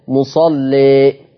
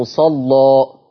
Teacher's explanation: لما رققت الألف قللت الألف رققت اللام مصلي، ولما فتحنا الألف غلظنا اللام